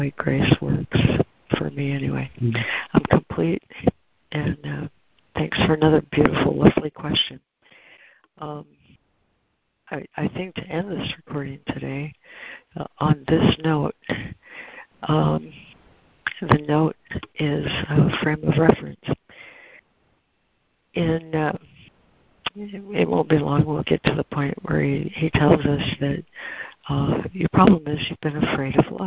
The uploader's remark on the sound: ACIM Daily Conference Call.